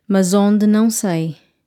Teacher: The S from mas sounds like a Z because there's, you know, vowel surrounding it.